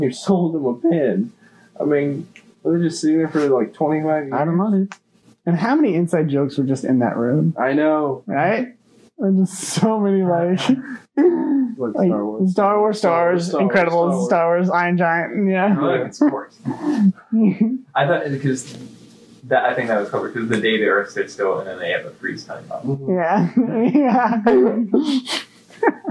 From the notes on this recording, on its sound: this episodes audio quality...mediocre